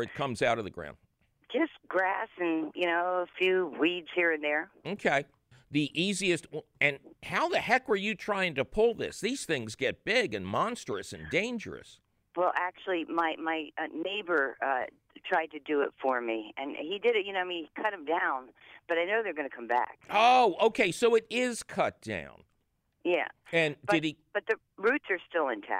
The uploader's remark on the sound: its a fabulous phone call question show!